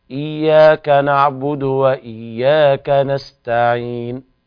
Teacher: نقف على النون بالسكون والياء قبلها حركتين · Term: السكون المحض